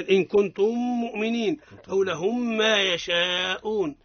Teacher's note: الحكم الأول الإدغام مع الغنة في مثيلتها